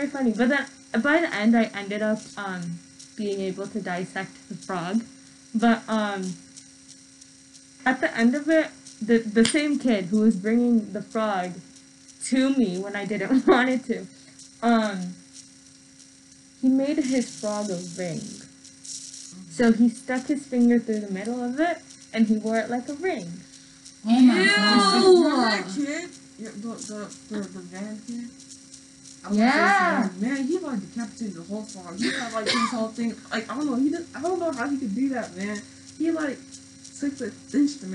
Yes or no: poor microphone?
yes